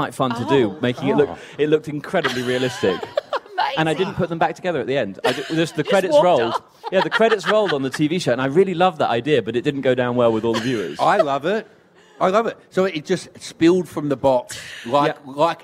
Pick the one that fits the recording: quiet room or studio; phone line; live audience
live audience